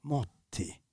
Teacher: So in Catania, for example, if you say the word for morte, death, it's in a regular Sicilian would be morti. In Catania, they would pronounce it motti. The RT becomes double T